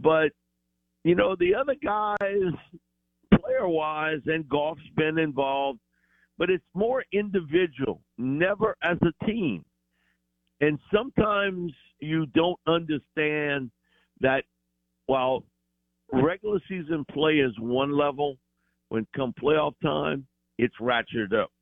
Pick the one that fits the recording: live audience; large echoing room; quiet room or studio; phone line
phone line